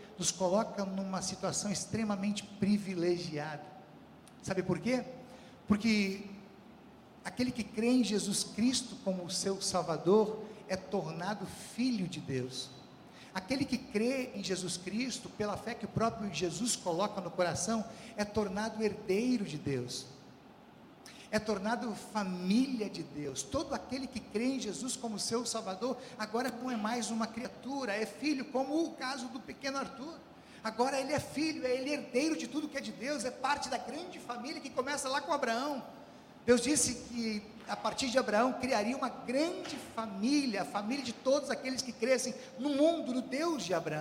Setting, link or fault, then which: setting, large echoing room